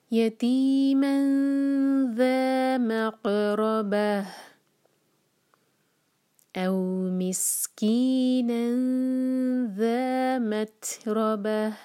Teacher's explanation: تا پر سکون ہے تو یہاں ہم ہمز کریں گے ہوا کے ساتھ پڑھیں گے